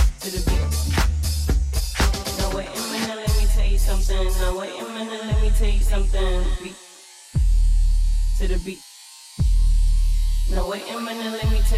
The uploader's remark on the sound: Tropical Oasis Retreat Maui 2019 Live.